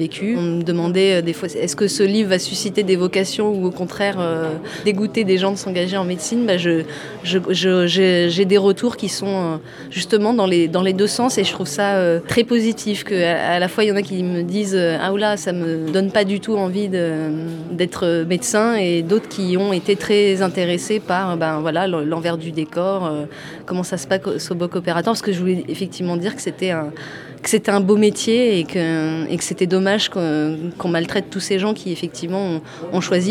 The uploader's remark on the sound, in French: Micros-trottoirs au festival quai des bulles 2022